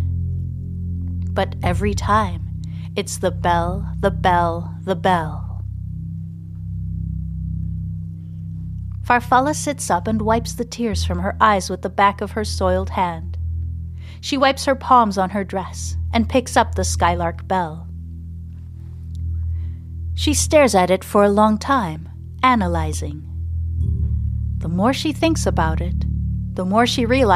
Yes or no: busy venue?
no